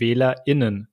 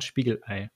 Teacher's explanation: Das Genderzeichen wird dann mitgesprochen, zum Beispiel bei den WählerInnen. Vor der zweiten Worthälfte macht die Stimme das, was Linguisten einen Glottisschlag nennen. Wie vor dem Ei in Spiegelei.